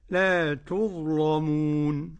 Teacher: جميع القراء يرققون اللام إلا ورش